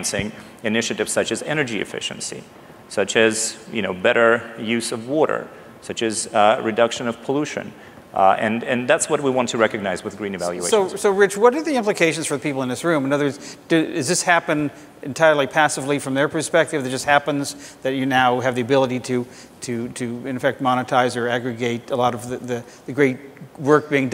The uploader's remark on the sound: The best of live interviews from GreenBiz events.